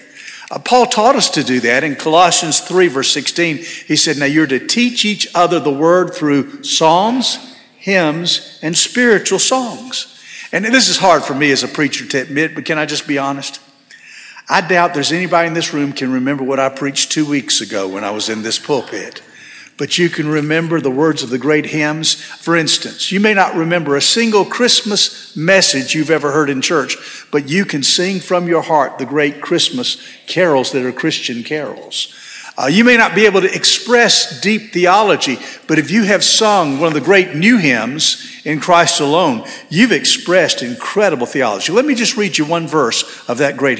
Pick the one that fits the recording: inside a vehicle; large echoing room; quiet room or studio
large echoing room